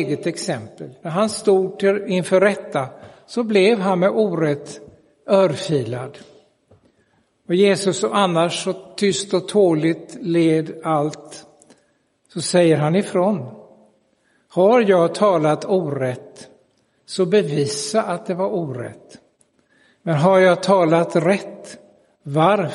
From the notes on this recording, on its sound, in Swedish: Inspelad i Roseniuskyrkan den 11 september 2022.